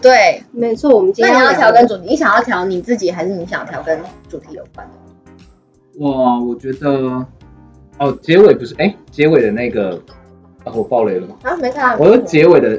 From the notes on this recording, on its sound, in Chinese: 本集內容因技術問題，音質不如預期